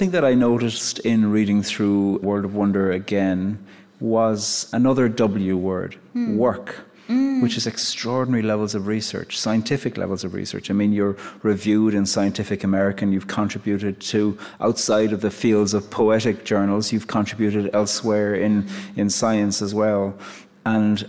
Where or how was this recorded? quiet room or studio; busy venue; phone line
busy venue